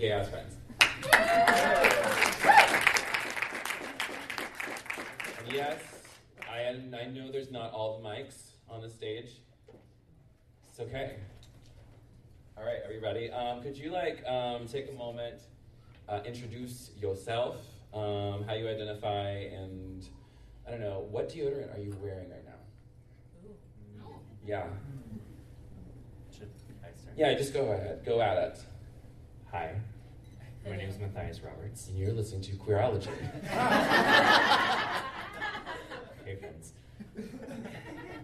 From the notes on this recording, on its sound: LIVE from QCF! This is part 1 of my LIVE show at QCF this past Jan.